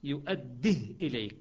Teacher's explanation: يقول يؤديه إليك بسكون الهاء